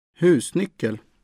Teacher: In central Sweden, the voice goes down on the first stress and up on the last. It is this falling-rising melody that makes Swedes sound as if they are singing when they speak. · Term: accent 2